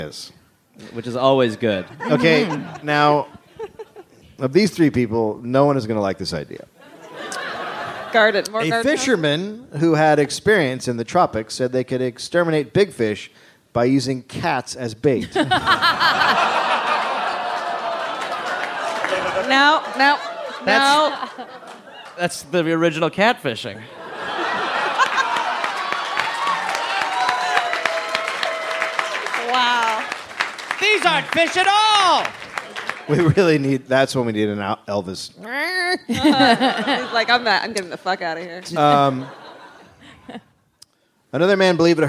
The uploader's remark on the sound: Live from the Los Angeles Podcast Festival